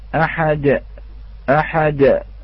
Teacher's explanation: من شدة المبالغة أيضا، كإصدار صوت للهمزة أحد أحد، يأتي بماذا؟ كأن هناك صوت همزة بعد الدال، ولكن نقول أحد فقط، أحد وليس أحد أحد، وليس كذلك